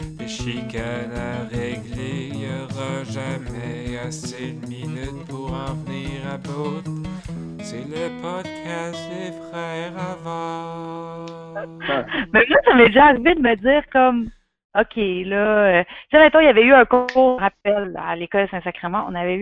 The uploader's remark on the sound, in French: Enregistré sur appel vocal Facebook